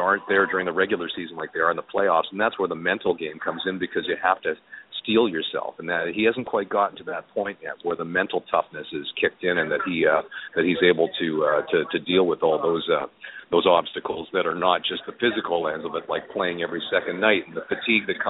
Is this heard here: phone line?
yes